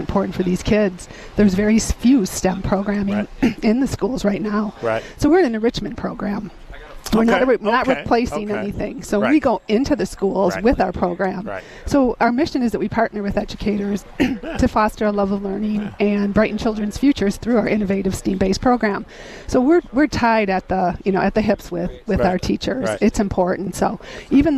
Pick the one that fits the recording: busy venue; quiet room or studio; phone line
busy venue